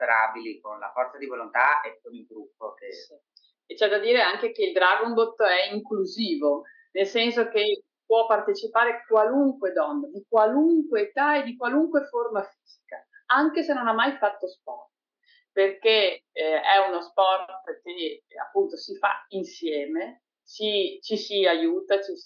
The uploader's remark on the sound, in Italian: Ci scusiamo per la qualità audio del collegamento